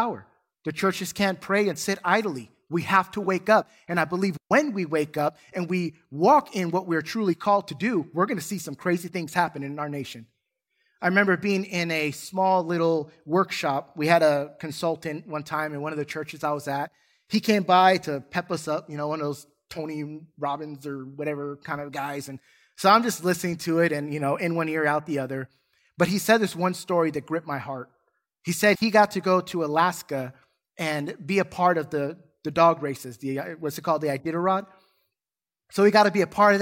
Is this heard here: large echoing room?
yes